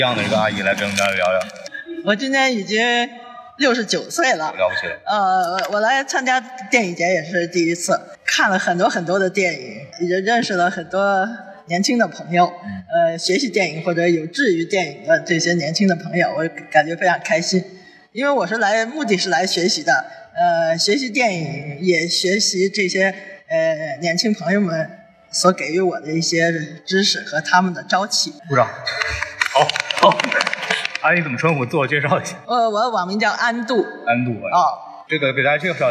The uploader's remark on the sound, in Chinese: 本节目为影展现场录制，音质草率请注意收听。在平遥电影宫的现场给大家录了一期简单的节目。